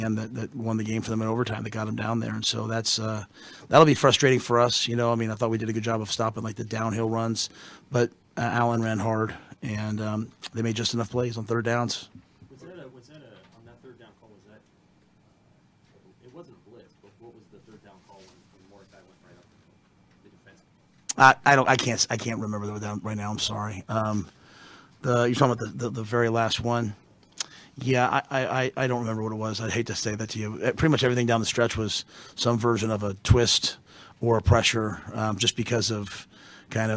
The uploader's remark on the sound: Post Game Press Conference following Nebraska's 24-17 overtime loss to Wisconsin.